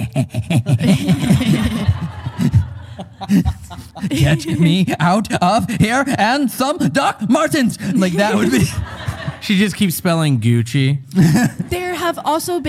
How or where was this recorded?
live audience